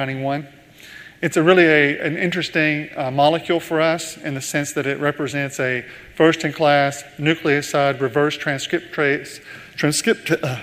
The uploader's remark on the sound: In this leadership keynote, first recorded at the 2019 PODD: Partnership Opportunities in Drug Delivery conference